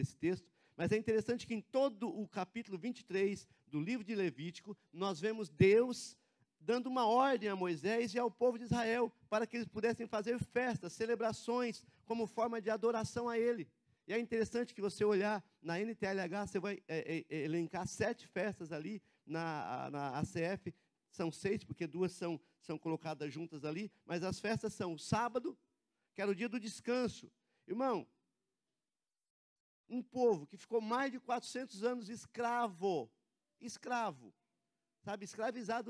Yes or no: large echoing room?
yes